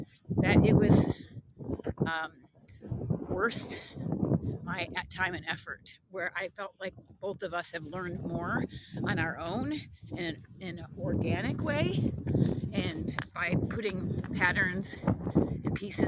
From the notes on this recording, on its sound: Experimental live show while on a long walk